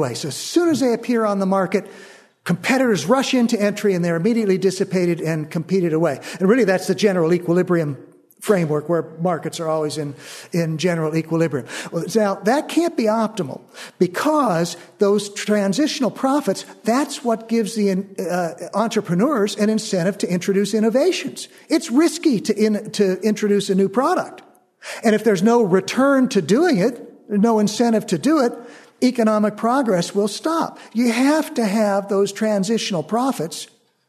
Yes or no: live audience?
yes